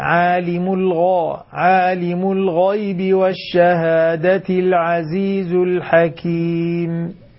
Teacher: الغين عندك تحتاج إلى تفخيم نوعا ما، لأنه حرف مستعلي